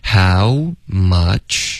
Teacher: 我们开头有一个双元音啊呜的音，OK？很多的学生都喜欢发成一个哦的音